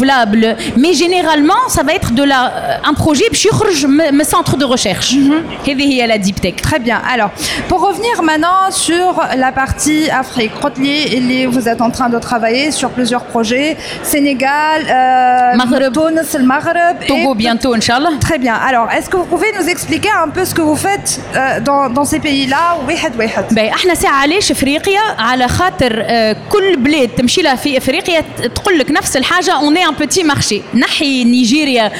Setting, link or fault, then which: setting, busy venue